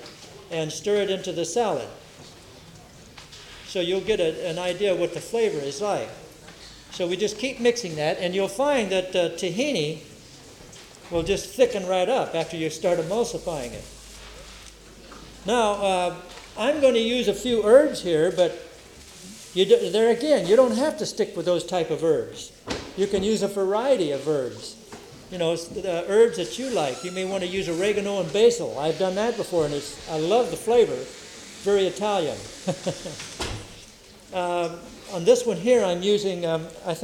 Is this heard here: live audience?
yes